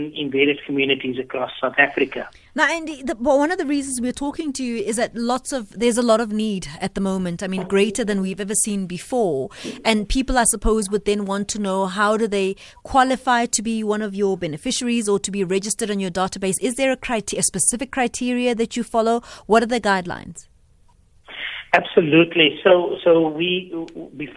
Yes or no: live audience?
no